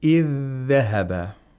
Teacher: you have to spend some time pronouncing the thal because it's a weak fricative